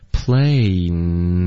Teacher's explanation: plane 的这个嗯的音，记得舌尖要顶上去上额